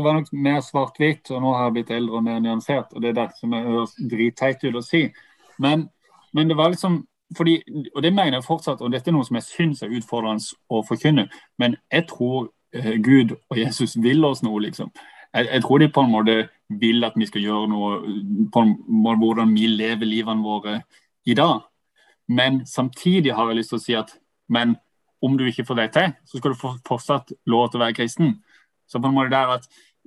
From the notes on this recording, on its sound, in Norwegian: Denne første episoden satt vi på zoom, derfor er ikke lyden optimal.